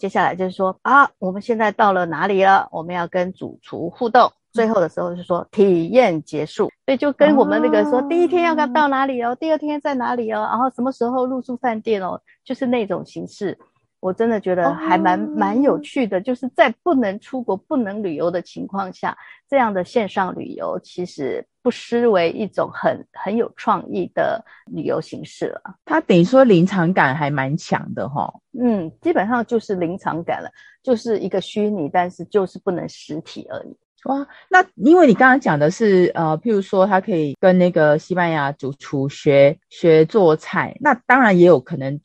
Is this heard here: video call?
yes